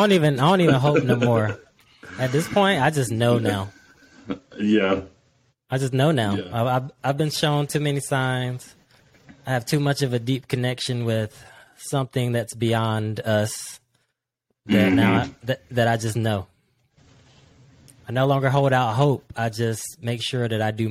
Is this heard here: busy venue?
no